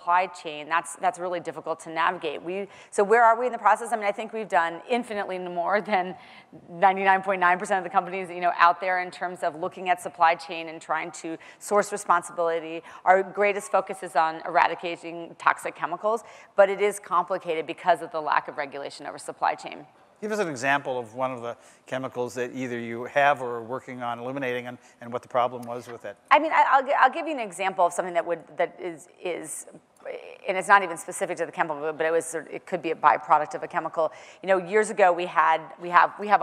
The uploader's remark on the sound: The best of live interviews from GreenBiz events.